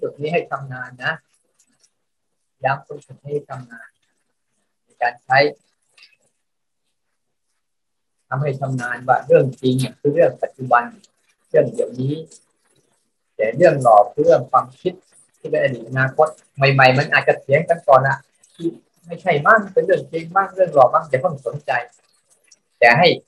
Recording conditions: video call